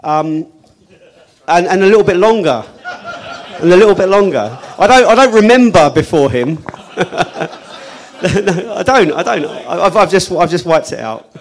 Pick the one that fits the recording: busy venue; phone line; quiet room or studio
busy venue